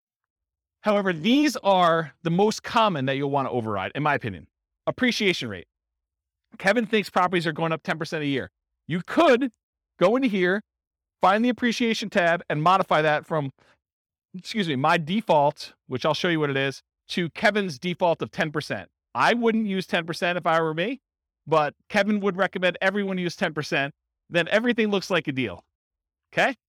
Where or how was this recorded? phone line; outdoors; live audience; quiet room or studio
live audience